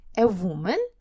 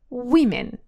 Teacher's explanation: В этом слове поменяет произношение оба гласных, то есть э, звук «у» и «э» поменяются на два звука «и»